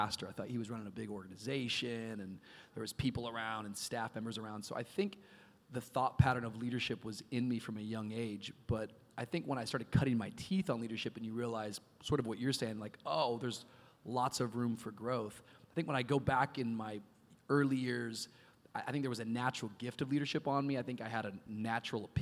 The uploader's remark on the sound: Live from Zoe Conference 2022. For a live leadership discussion at Zoe Conference 2022.